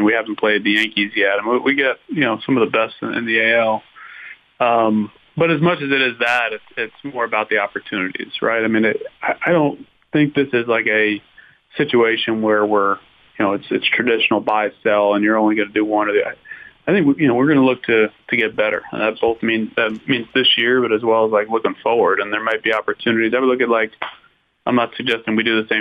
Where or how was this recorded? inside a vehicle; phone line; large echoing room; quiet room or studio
phone line